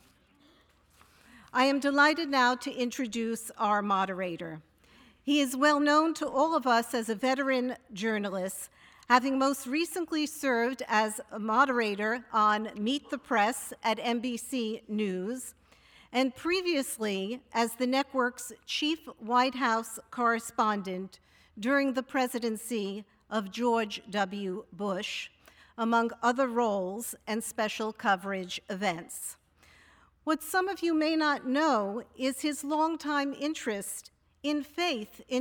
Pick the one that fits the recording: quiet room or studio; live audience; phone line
live audience